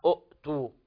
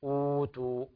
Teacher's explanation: فالهمزة الثانية ساكنة فتبدل واوا لأن قبلها ضم